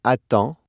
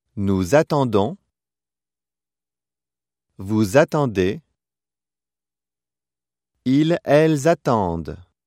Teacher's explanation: Note that the D of the singular stem is not pronounced because a consonant follows. However, the D of the plural stem is pronounced because a vowel follows · Shown in: second take